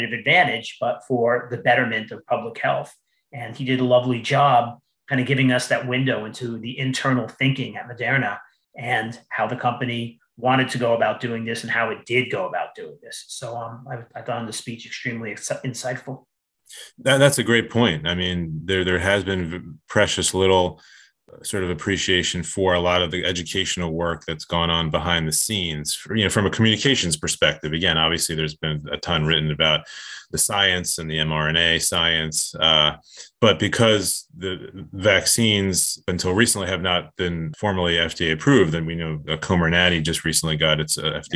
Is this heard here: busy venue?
no